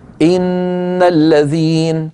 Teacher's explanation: إن هكذا من كسرة إلى نون مباشرة